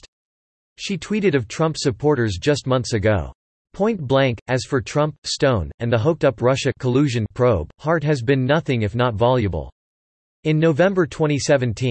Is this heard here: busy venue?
no